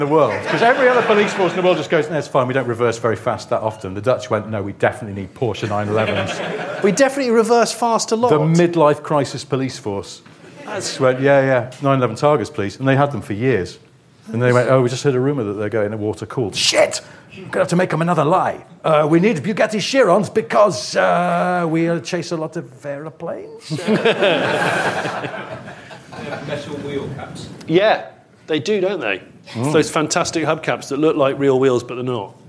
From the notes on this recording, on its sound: In the second live recording from Bristol. Answer audience questions.